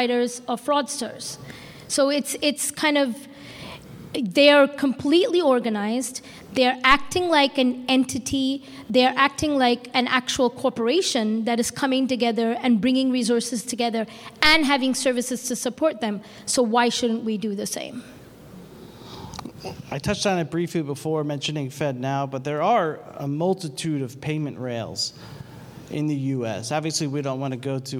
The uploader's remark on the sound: This recording is from Fintech Nexus USA held at the Javits Center in New York City on May 10-11, 2023. From the Fraud Fight Club Track.